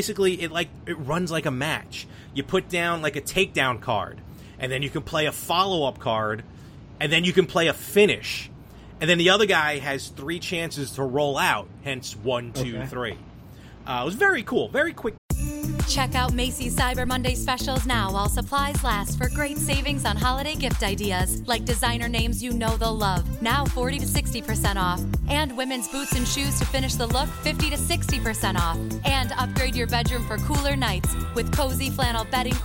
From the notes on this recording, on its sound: live from the Long Island Retro Gaming Expo